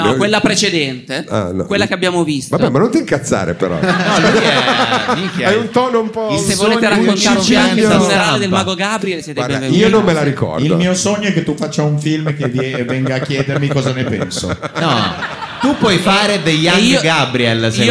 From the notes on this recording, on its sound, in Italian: live al teatro Franco Parenti di Milano